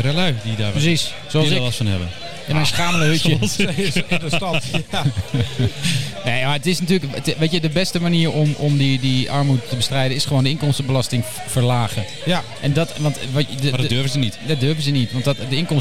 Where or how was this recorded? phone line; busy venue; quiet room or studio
busy venue